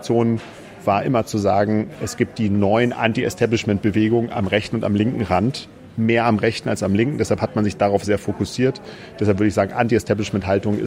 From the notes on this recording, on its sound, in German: in der Ocelot-Buchhandlung (Berlin, Brunnenstraße) aufgezeichnet.